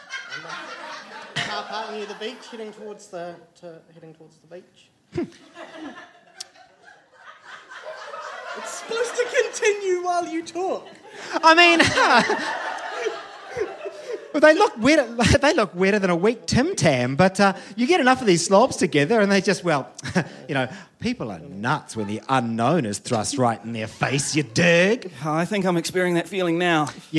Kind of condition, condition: setting, live audience